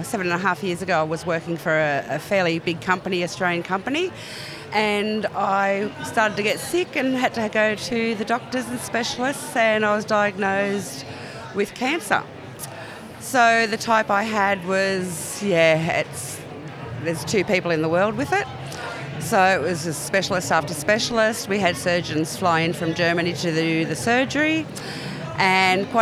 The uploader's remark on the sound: This special A Friend of Mine episode is a live roving interview from the 2023 Henty Field Days.. I get out amongst the 3500 businesses across 1200 sites and 14km of shopfront on 105ha - the biggest exhibition space in the country. At times you will hear the sounds of our surroundings whether it's some of the 60,000 people in attendance, nature, machinery or a PA system.